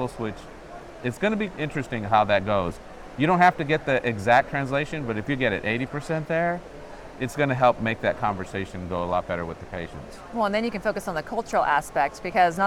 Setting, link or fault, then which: setting, busy venue